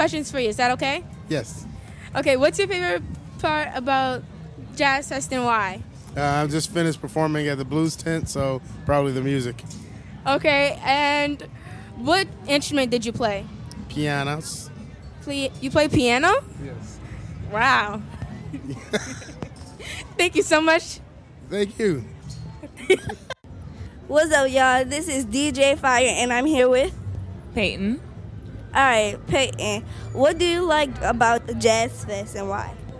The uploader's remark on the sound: this episode we are live at Jazz Fest!